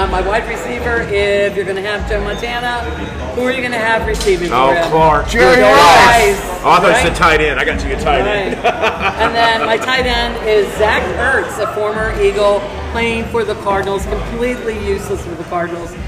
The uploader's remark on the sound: We are just some neighborhood friends who get together weekly at MJ’s Grill in Columbia SC with some brews and a microphone